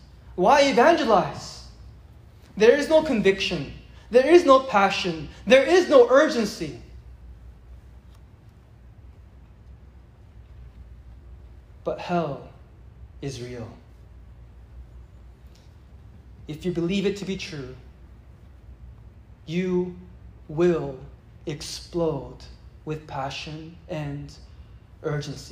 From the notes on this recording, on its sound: It was preached at a gathering of university and college students.